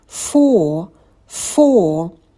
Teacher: На звуке «ф». Посидите подольше, потяните его. Потом долгий «о».